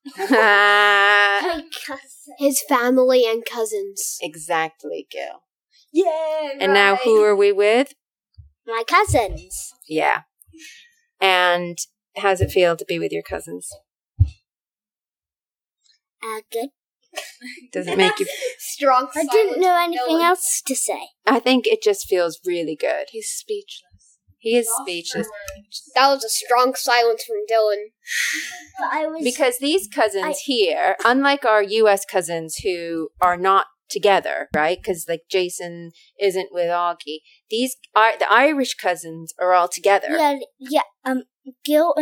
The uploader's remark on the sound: Some mic issues - apologies for that.